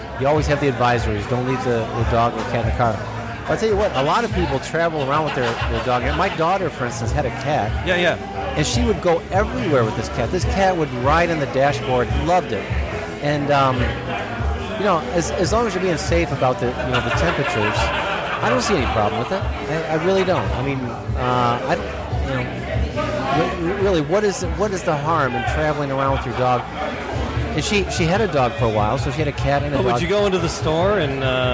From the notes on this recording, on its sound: Live from the Podcast Detroit Meetup at a bar.